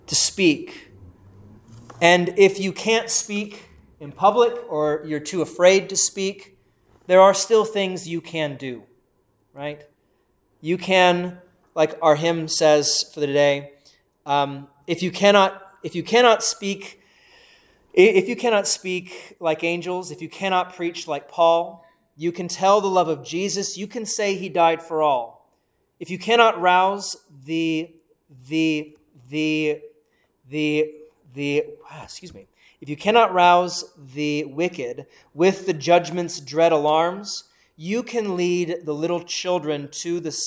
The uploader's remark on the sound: Preached at Saint Paul Evangelical Lutheran Church in Valley City Ohio